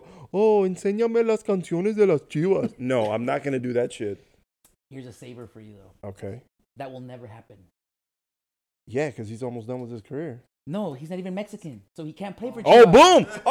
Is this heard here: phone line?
no